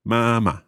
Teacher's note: First tone, then neutral tone.